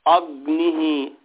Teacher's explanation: अ का उच्चारण थोड़ा लंबा होता है, गुरु होता है, भारी होता है